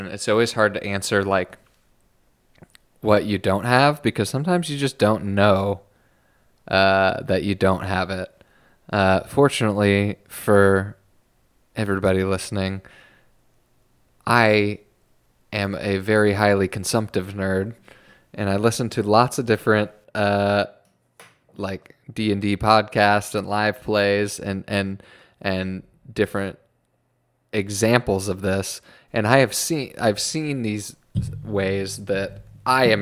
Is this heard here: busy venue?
no